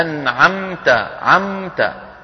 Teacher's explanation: الميم ظاهرة من الشفتين ومعها غنة من الخيشوم · Term: الإظهار